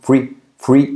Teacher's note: La R genera una U.